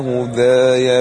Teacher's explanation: يبقى هيجي لك في هداي التقليل ما فيش فتح